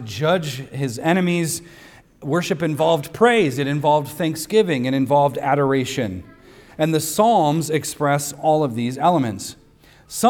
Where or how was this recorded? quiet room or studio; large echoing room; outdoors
large echoing room